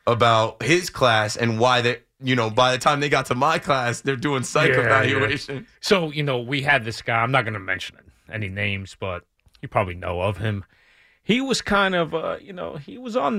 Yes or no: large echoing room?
no